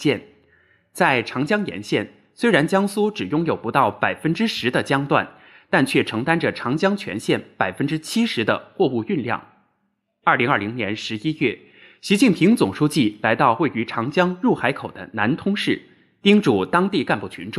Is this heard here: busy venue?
no